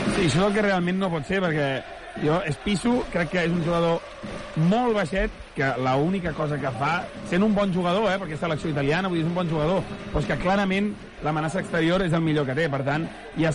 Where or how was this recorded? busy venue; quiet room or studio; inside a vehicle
busy venue